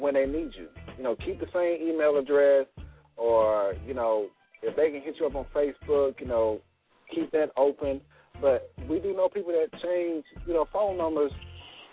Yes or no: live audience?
no